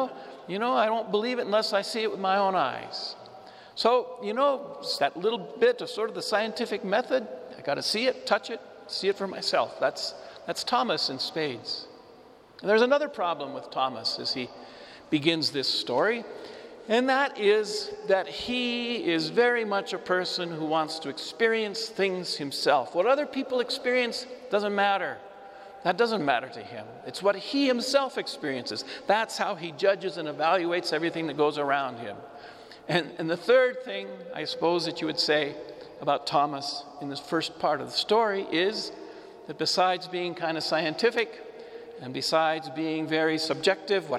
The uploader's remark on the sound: This homily was preached before the Saint Francis Catholic Community of Cuenca in the Iglesia de San Francisco, Cuenca, Ecuador.